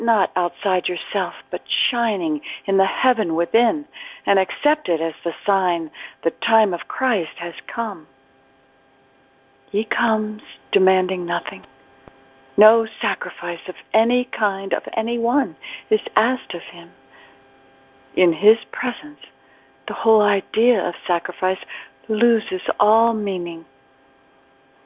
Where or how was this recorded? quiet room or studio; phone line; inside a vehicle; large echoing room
phone line